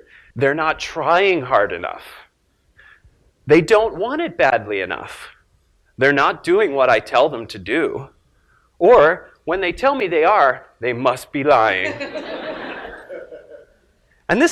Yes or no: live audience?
yes